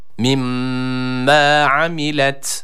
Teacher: Tabi şeddeli olan mimi burada birazcık tutuyoruz. Hemen bırakmıyoruz.